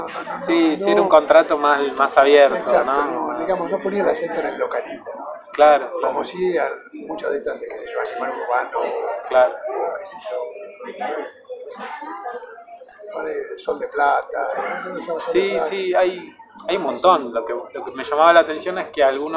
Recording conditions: background noise